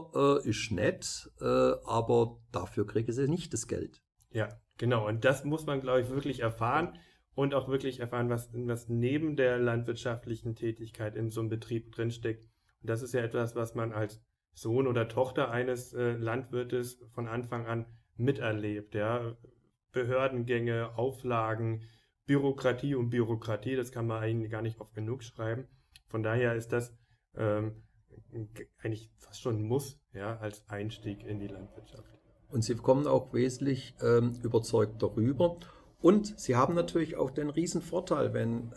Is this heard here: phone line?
no